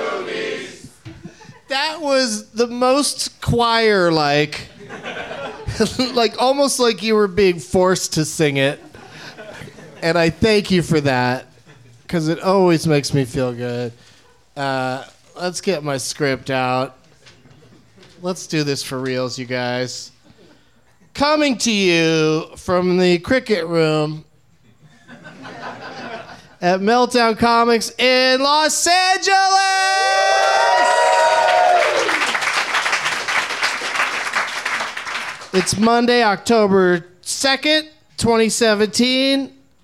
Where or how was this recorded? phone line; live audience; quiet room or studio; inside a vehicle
live audience